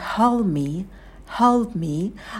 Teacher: а звук «д» также может выпадать